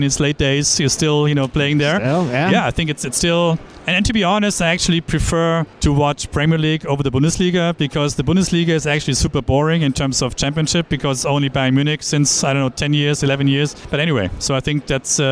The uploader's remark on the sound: Enjoy this one, live from UNLEASHworld in Paris.